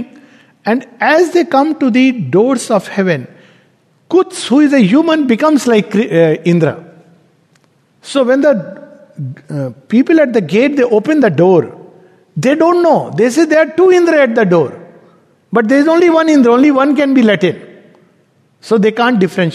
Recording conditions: large echoing room